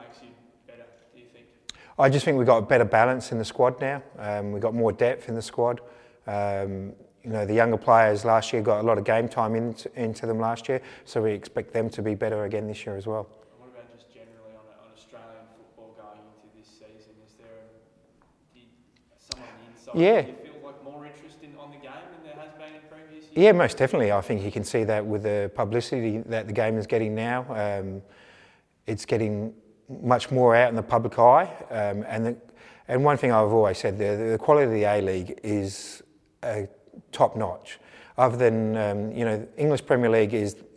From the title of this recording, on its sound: Pre-Match Press Conference